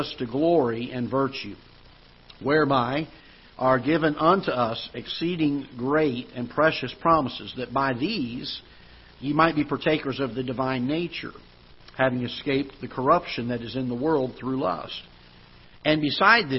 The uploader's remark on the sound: Ketha Heights Baptist Church ~ Live Broadcast